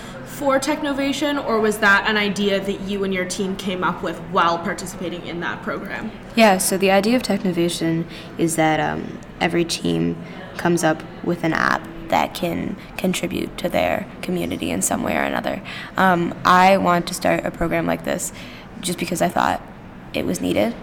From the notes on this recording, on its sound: We apologize for the small annoying background noise, we were at the NAC (as per usual) and there was some event being set up as we were recording.